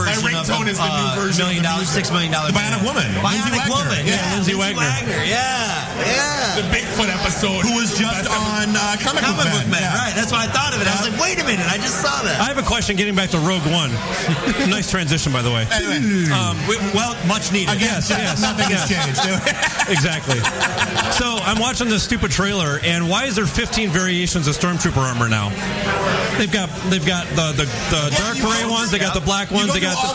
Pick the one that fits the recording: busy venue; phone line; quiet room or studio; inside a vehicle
busy venue